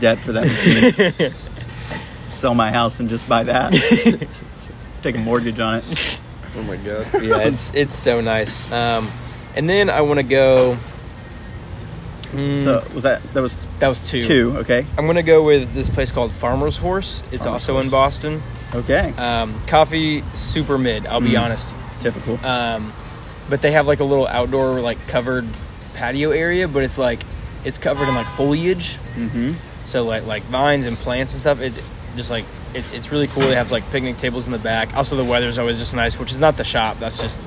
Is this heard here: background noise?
yes